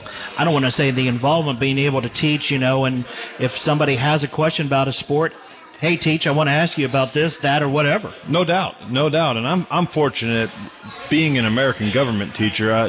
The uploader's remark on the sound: The Licking County Locker Room is broadcast live each week from Stein Brewing Company in downtown Newark.